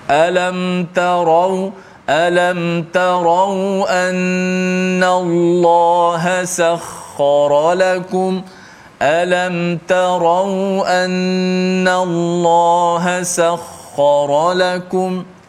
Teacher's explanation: huruf ra yang dibaca dengan tafkhim